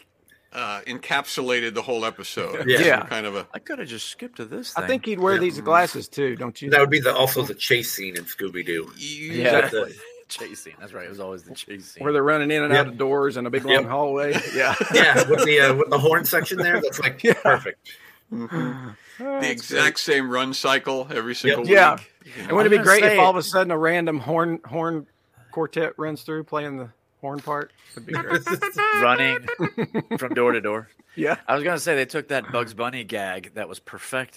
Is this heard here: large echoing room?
no